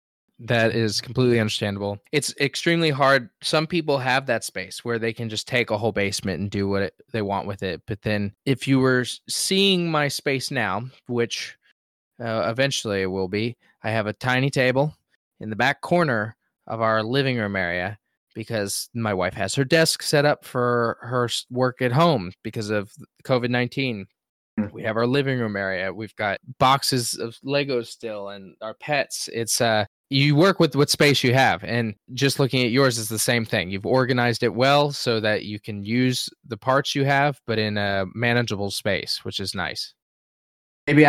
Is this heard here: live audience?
no